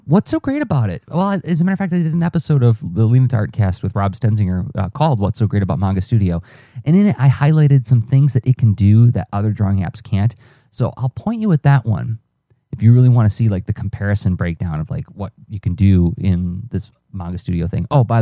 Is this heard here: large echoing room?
no